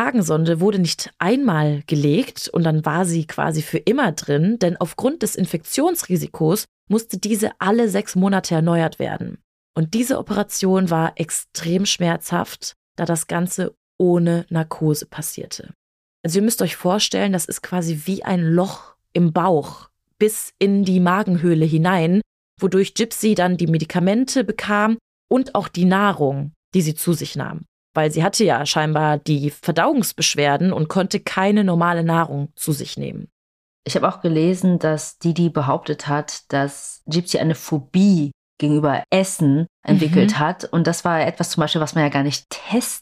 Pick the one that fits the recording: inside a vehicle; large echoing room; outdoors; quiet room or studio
quiet room or studio